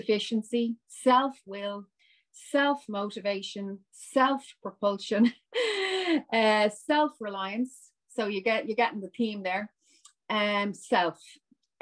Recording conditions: video call